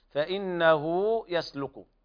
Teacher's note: هاء الضمير توصل بواو لفظية حال الوصل وتمد مدا طبيعيا